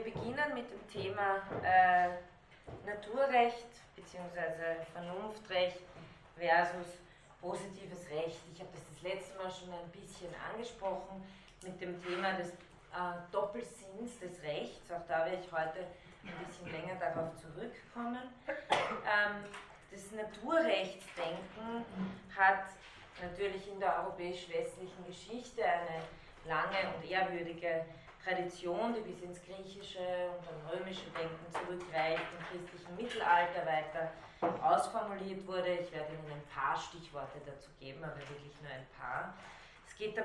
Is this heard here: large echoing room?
yes